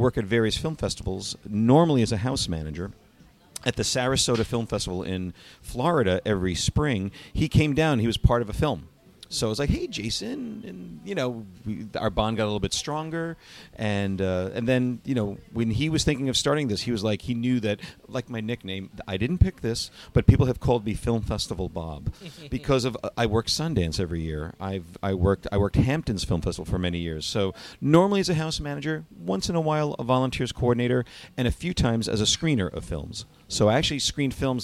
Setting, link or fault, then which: setting, busy venue